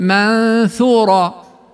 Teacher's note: فهناك فرق في غنة النون الساكنة أو التنوين حين تقول منصورة، فجاءت الغنة هنا مفخمة لمجيء حرف الصاد المفخم بعدها منصورة، وبين أن نقول منثورة فجاءت الغنة هنا مرققة بحسب حرف الثاء المرقق الذي جاء بعدها